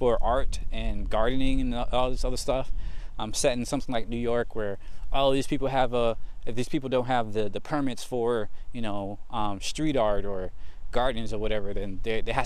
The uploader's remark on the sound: Today I just walk and talk